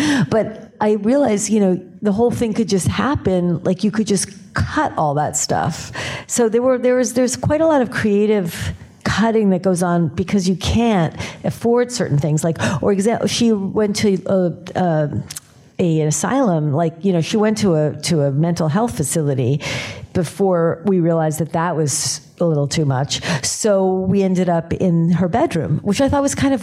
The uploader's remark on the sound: In a Q&A at the DGA theater in New York.